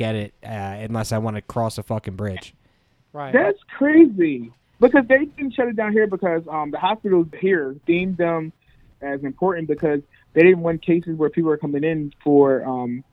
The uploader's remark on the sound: over the phone due to equipment problems